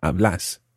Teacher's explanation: vos hablas, with a stressed second syllable